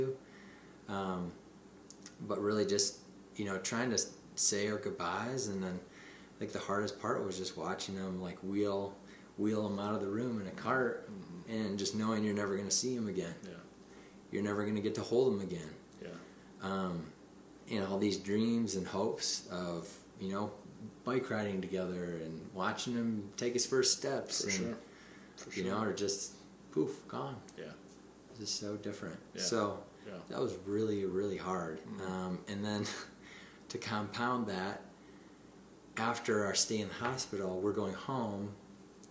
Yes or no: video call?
no